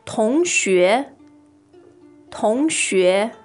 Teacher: the tones there are second and second